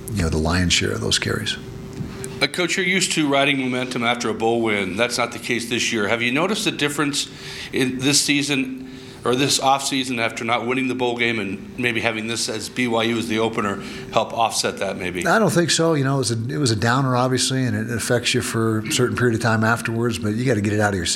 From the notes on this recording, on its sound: Press Conference - August 26, 2019. Addressed the media ahead of the season opener against BYU.